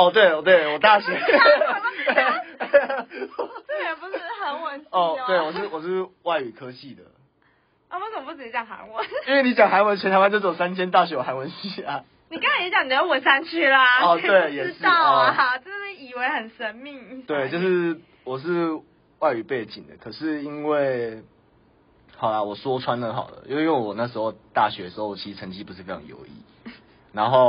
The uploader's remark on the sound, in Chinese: 因為是頻道草創時期，所以有雜音或是音質上的問題還請大家見諒。